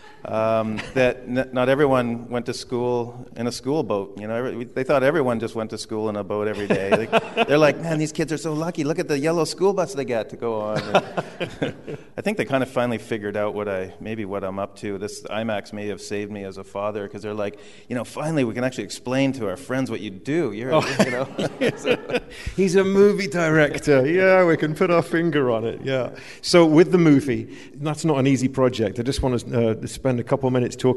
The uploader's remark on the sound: on stage at The Mountineers in Seattle